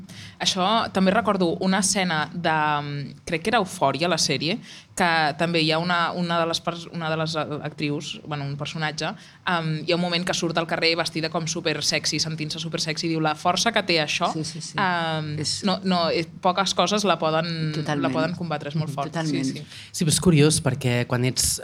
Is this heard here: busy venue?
yes